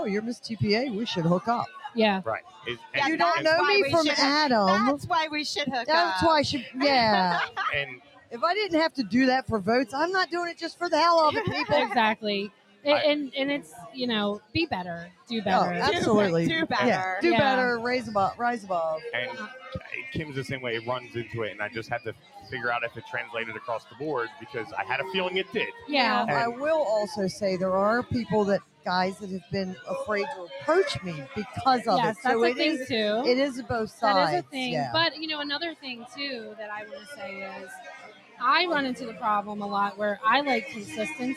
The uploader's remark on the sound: We are LIVE from TPA for the Sixburgh Strong Karaoke.